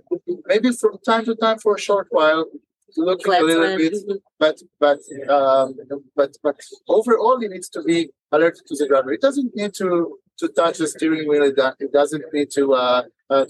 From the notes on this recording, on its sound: Live from CES.